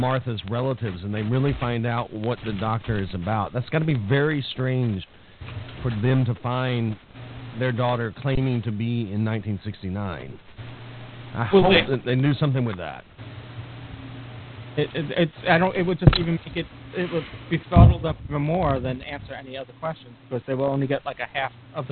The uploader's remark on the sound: With live listener feedback. Recorded live on the net via TalkShoe on Sunday, 10th of June 2007. Note: This is a "Rough, Ready, and Raw" version -- this podcast episode is going out as it was recorded, with no post production work...